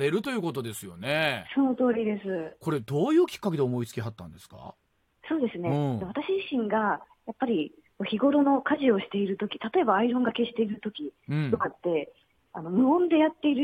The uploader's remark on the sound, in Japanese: 大阪のスタジオからお届け！電話取材を行っています。